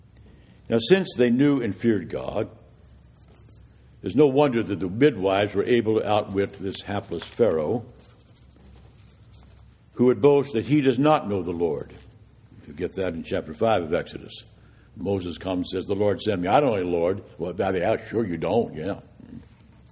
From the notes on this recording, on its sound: This is the audio from the Vespers Service